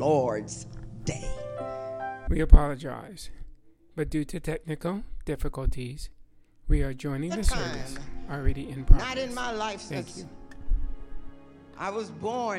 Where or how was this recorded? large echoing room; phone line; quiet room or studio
large echoing room